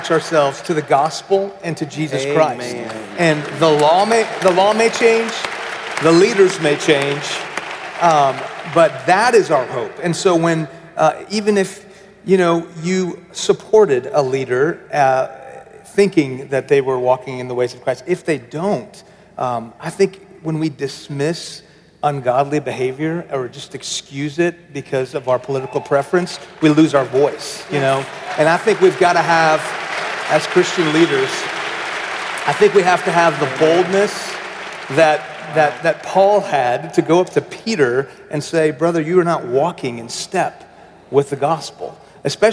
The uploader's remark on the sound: at our MLK50 conference